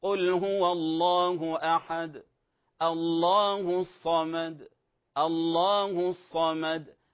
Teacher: فيها قلقلة اهتزاز في الحرف من غير مبالغة فيه